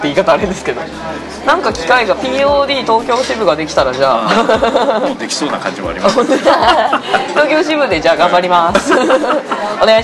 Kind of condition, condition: setting, busy venue